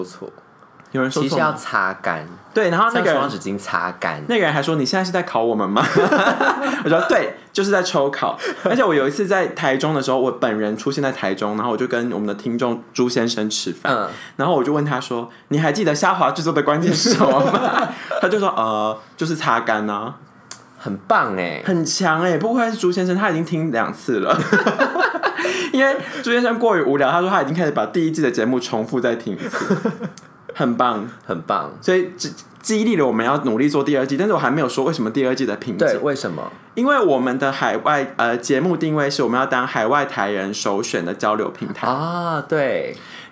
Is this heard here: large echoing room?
no